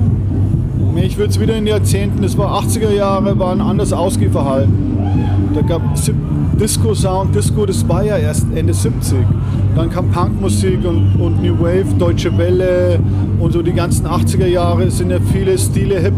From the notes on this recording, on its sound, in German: Wir haben das Techno Urgestein auf dem Wilde Emma Festival in Nürnberg getroffen und uns kurz nach seinem Auftritt und einem Brathühnchen mit Pommes ein bisschen unterhalten.